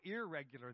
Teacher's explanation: The N has actually become an R.